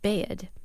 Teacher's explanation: instead of bed, you'll get bed, and it'll also sometimes sound like it has two syllables